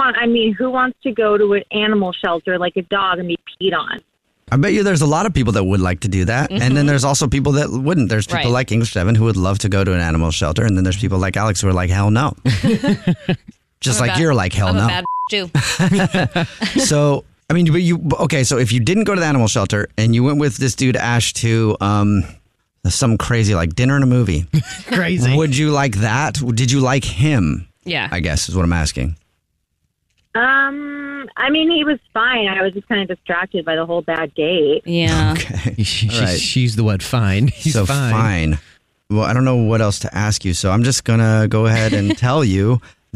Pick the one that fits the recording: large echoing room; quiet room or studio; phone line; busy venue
phone line